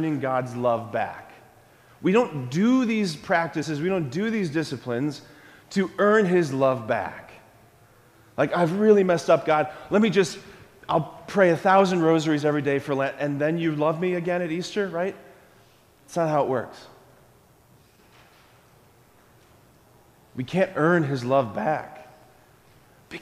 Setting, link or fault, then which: setting, large echoing room